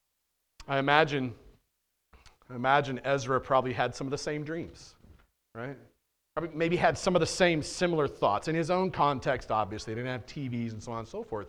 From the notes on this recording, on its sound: on February 27th, 2022 at The Well, an Acts 29 and Converge Heartland Church in Hastings, NE